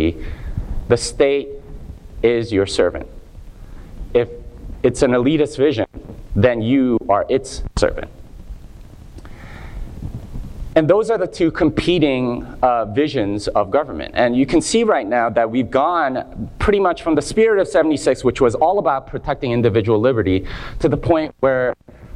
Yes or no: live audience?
yes